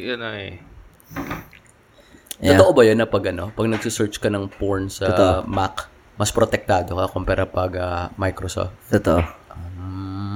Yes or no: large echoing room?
no